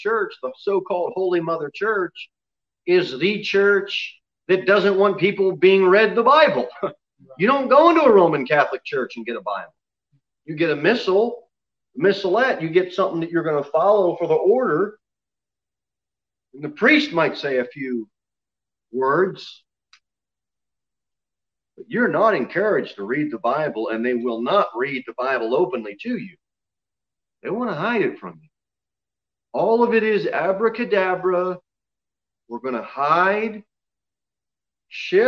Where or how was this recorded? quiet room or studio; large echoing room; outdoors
large echoing room